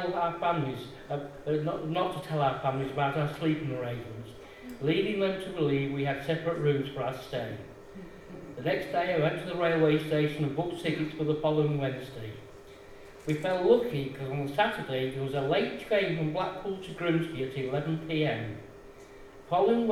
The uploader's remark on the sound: Audio recorded at the very successful book launch of Tales from the East Marsh by our very own East Marsh Writers Group, Quills.